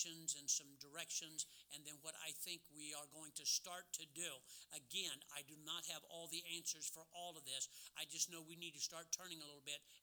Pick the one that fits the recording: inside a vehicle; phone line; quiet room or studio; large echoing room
large echoing room